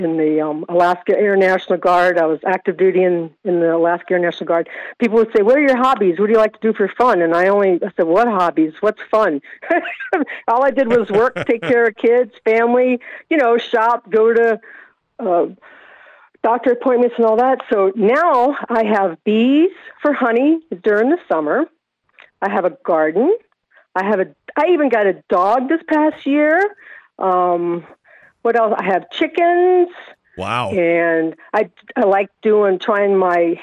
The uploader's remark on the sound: open up the phone lines in hour one